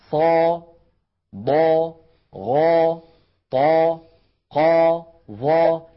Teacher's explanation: لاحظوا بأنها كلها عند النطق بها هواؤها وضغطها يتجه إلى سقف الحلق، لا تقبل النزول. نعم، لا تقبل، مع أننا نستطيع أن نفعل ذلك، لكنه يكون نطقا مخالفا لكيفية لصوت الحرف العربي الصحيح الفصيح. · Term: الحروف المستعلية